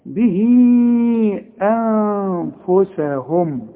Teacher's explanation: اذا وصلت هنمد اربع حركات علشان بعد المد ده الهمز · Term: مد الصلة الكبرى